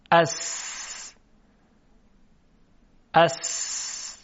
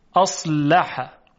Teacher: دندانهای ثنایا که یادتون هست همون دو دندانی است که مقابل حفره‌های بینی قرار داره، منتها در این حرف دندانهای ثنایای پایین، یعنی دو دندان پیش. سر زبان رو بگذاریم به سر دندانهای ثنایای پایین و این حرف رو تلفظ کنیم. · Term: حرف سین